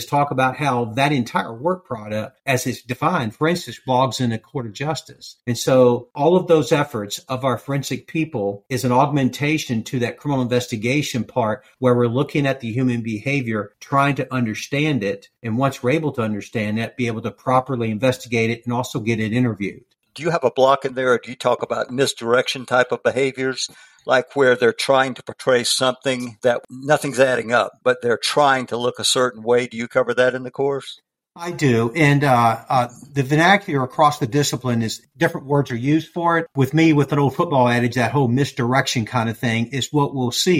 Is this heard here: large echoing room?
no